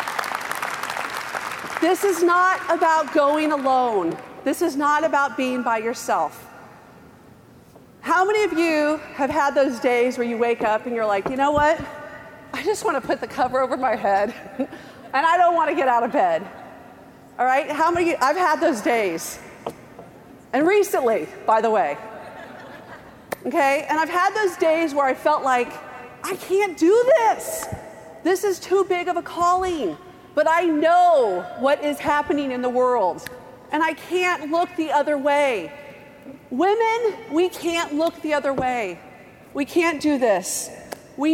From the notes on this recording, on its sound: Join VoiceAmerica and Special guest Hosts as we Broadcast Live form the Largest Women's conference in the USA! We will be live for 2 days bringing you all the event action, keynote speakers and VoiceAmerica hosts.